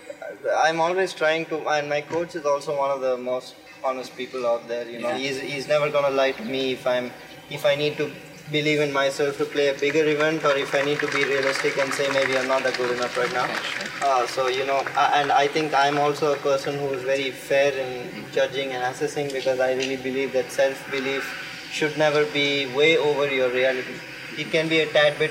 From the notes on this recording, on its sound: live from the Cranbrook Tennis Classic